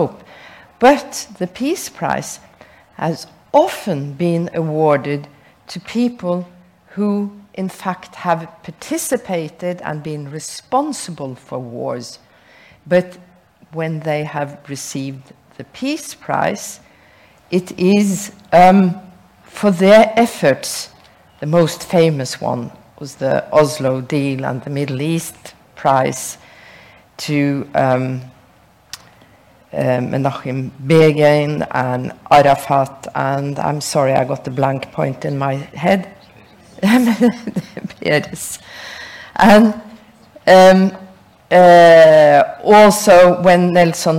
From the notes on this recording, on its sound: Recorded at the Nobel Peace Center Saturday 8 October 2022.